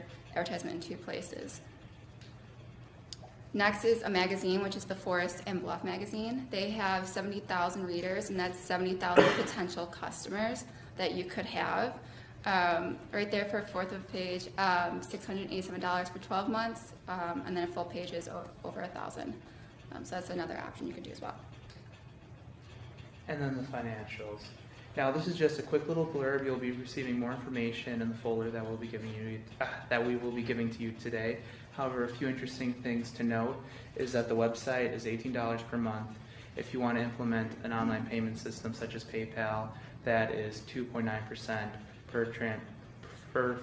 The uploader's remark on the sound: Small Business Client Presentations. Presentations by ENTP 346 students for local businesses. Recorded at City Hall, Lake Forest IL.